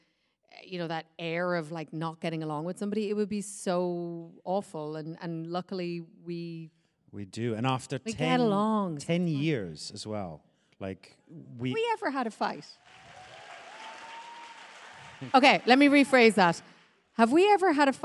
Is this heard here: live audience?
yes